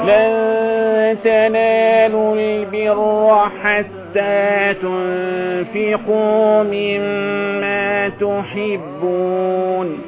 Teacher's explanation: النون الساكنة تخرج من طرف اللسان مع أصول الثنايا، هكذا طرف اللسان مع أصول الثنايا.